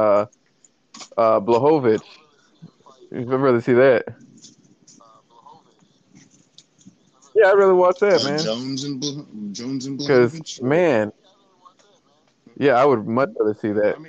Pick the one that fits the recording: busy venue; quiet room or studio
busy venue